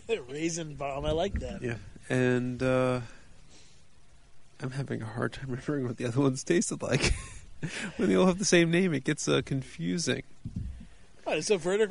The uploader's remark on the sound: We're recording on the mobile rig outside, we have guests to share the beer.